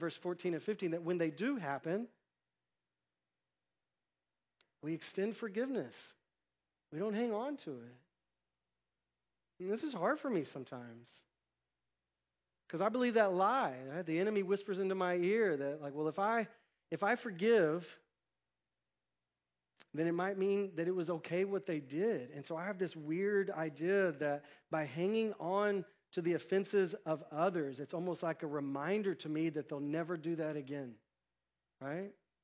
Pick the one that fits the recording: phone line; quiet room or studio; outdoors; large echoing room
large echoing room